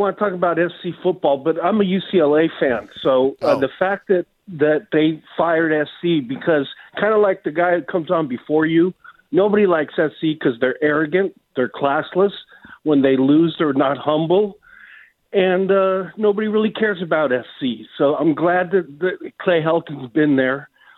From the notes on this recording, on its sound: The guys open the phone lines to discuss who can be the new USC head coach.